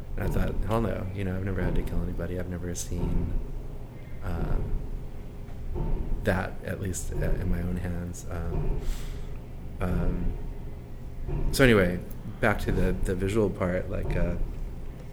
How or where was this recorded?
busy venue